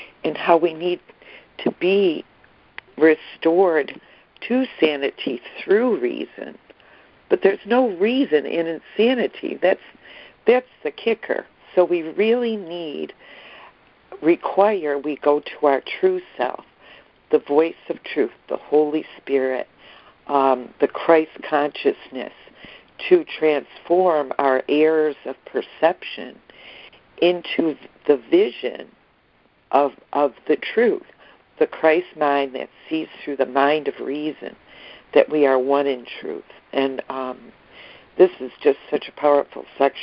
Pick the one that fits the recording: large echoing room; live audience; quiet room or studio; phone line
phone line